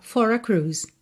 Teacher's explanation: enrolou o R de for. Por quê? Porque eu estou usando justamente esse som para ligar no A